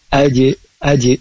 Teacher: Aje, jadi suaranya harus mantul